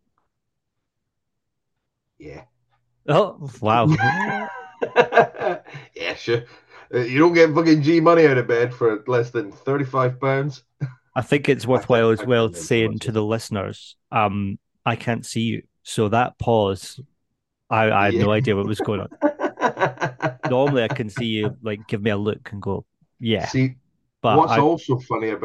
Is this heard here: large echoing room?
no